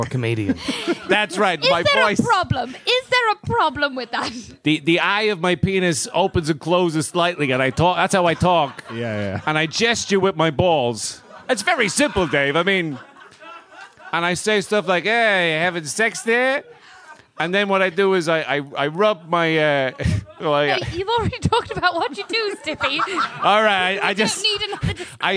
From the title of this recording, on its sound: Live at The Tightrope